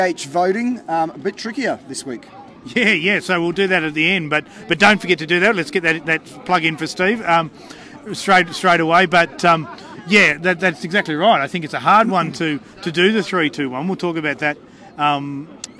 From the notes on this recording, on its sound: On location at Canberra Stadium for The Greenhouse Live.